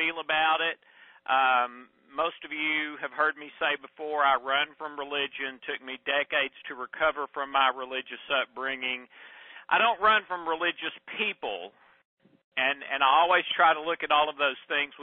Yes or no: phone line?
yes